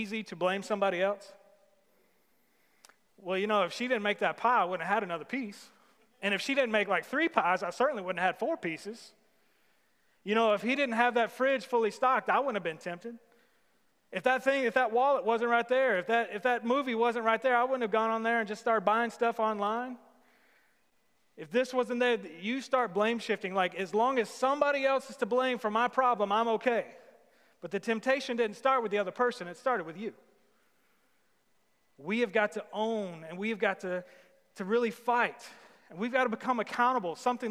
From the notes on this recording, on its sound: Sermon series at The Fellowship at Two Rivers. Recorded live on August 16, 2020.